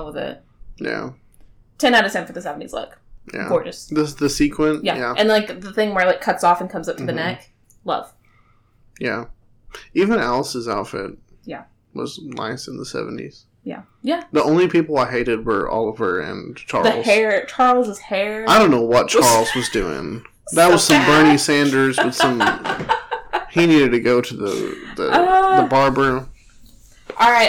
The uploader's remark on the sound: Please excuse the audio quality of this episode, we recorded in a different location.